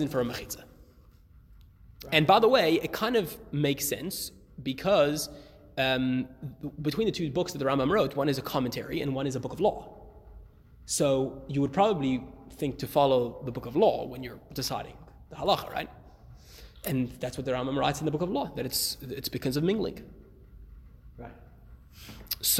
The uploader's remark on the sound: Recorded live at The Torah Center ATL